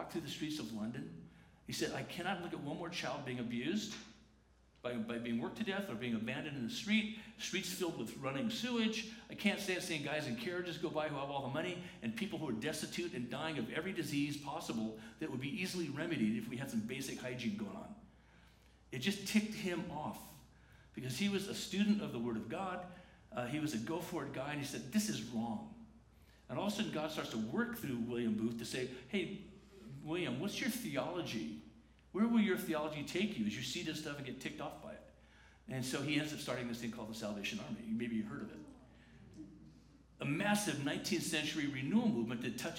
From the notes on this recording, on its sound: The following is a recording from the 10:45 am service at La Jolla Community Church on Sunday, January 13, 2019.